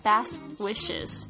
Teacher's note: 呢这个 T 呢的声音呢，因为后面它连接的这个 wishes，它两个辅音哦， T 这个 T 跟 W 这个声音呢，它都是辅音，两个辅音在一起的时候，前面这个声音呢其实它有弱化的现象，甚至呢在这个 T 呢在这边是不爆发出来的